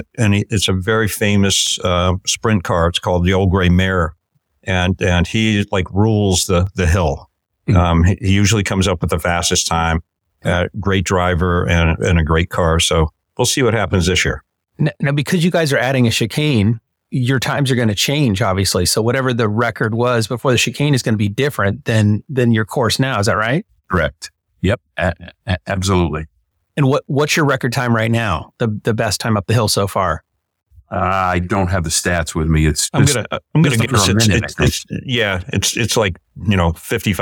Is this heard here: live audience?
no